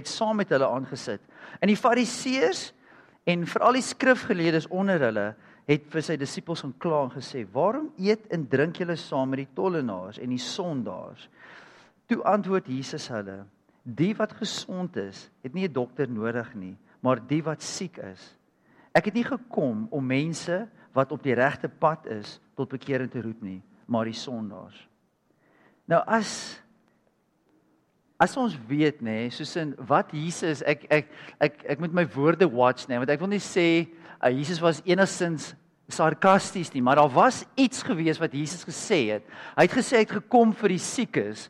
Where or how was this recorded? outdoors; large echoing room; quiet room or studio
large echoing room